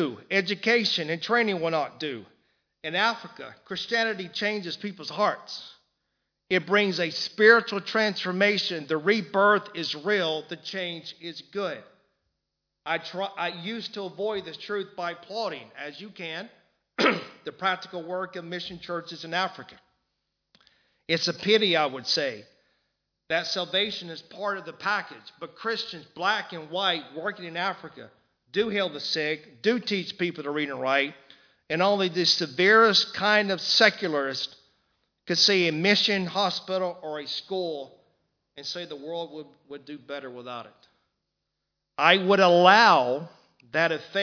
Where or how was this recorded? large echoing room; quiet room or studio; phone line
large echoing room